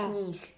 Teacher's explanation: But that H will be pronounced basically like a CH would in German. So it sounds almost like the word Buch.